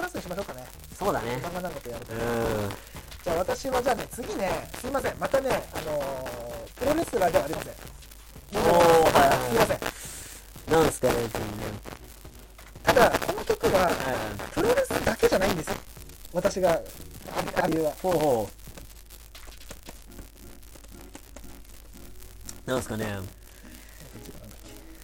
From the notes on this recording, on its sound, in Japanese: 今回の音源は音質が悪いため、ご了承の聴取ください。無観客公開収録第2部の模様をお送りします。